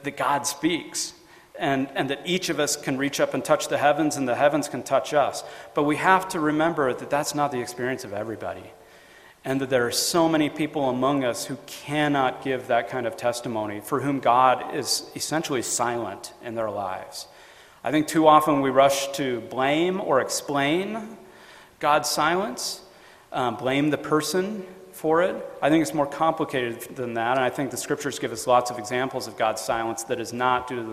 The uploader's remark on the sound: FAIR Conference Talk